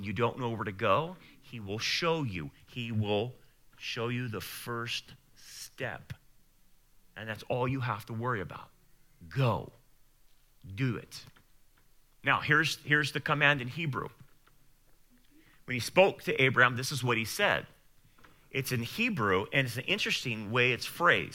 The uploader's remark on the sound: Sermon Audio Sunday Service